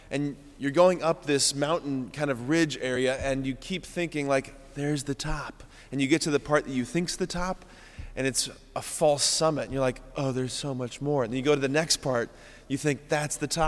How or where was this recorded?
large echoing room